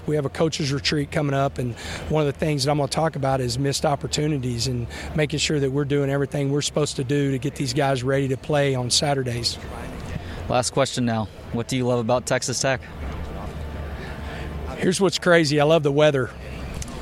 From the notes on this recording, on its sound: from Big 12 Media Days at AT&T Stadium in Arlington.